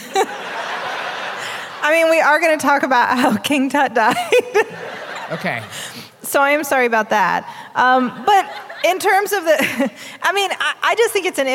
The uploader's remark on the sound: Live from Columbus, Ohio, home of the first Wendy's, and also COSI, the Center of Science and Industry!